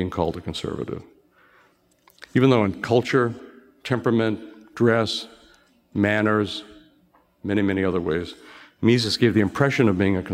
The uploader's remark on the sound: delivered a moving message at our event in Boston, last week.